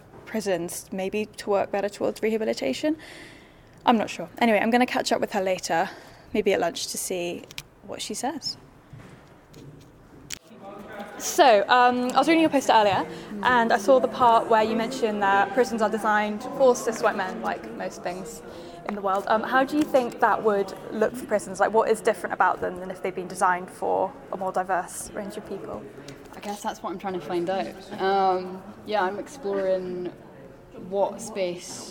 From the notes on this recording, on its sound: We bring you to the South West research conference at University of West England